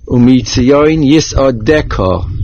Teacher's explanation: The word Yisodeko, the main accent is on the Dalid, and there is a Dogesh in the last letter.